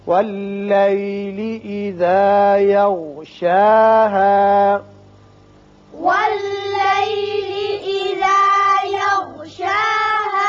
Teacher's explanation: والليل اذا يغشاها، والليل اذا يغشاها۔ دیکھیے یہاں شاہ کے اور شین کے اوپر کھڑا زبر ہے، ہا کے اوپر زبر اور الف ہے، دونوں کی آواز مساوی طور پر اوپر کھینچیں گے